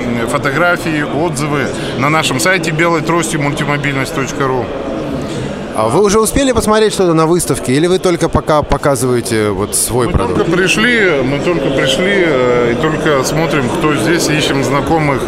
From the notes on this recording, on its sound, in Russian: Интервью с участниками социального движения «Белая трость» на выставке «Интеграция. Жизнь. Общество-2013».